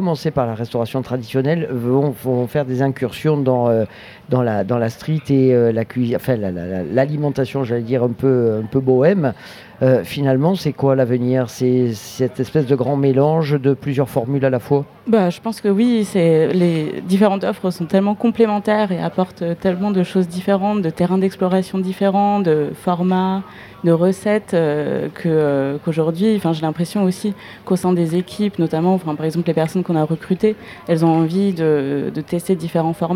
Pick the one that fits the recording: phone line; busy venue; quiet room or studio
busy venue